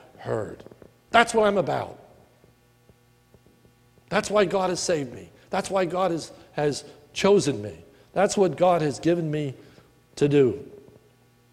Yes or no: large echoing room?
yes